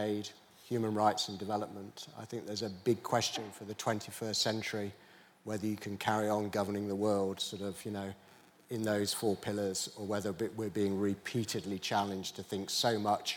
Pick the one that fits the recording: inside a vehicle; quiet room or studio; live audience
live audience